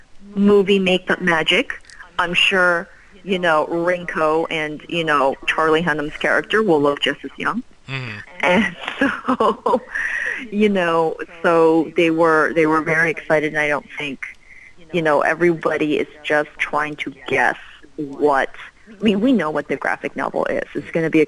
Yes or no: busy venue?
no